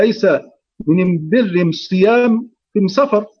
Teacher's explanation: ولغة حمير يقلبون الآل للتعريف ميما